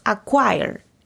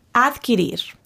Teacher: En español, adquirir. Necesitamos pronunciar adquirir y omitir la U que pronuncian en inglés de acquire. · Shown in: second take